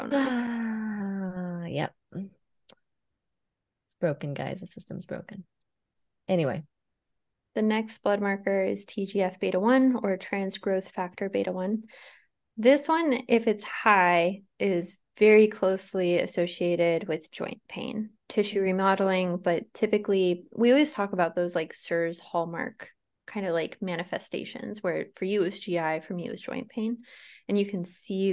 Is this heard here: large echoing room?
no